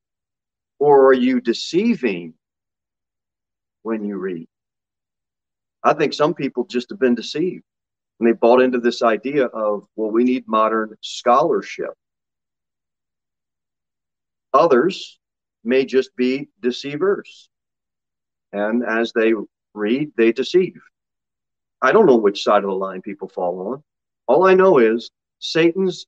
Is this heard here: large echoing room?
yes